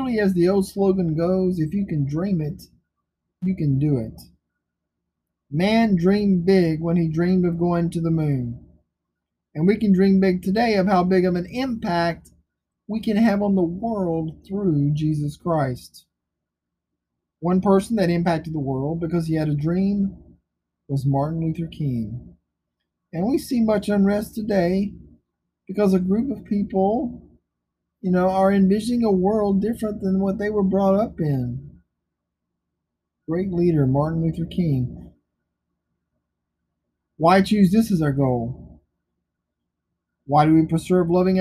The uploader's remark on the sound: Today's podcast is a shortened version from a sermon I delivered this morning at my local church.